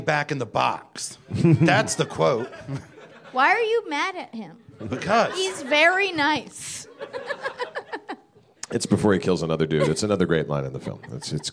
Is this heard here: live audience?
yes